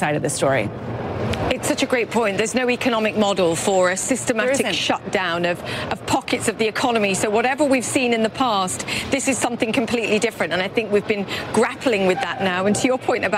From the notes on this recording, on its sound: live from the New York Stock Exchange